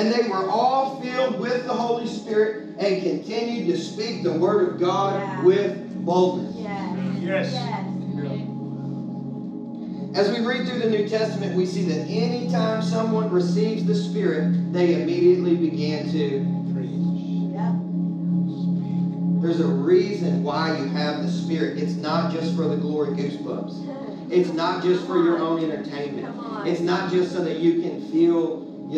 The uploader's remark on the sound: Legacy Nashville -- salvaged audio.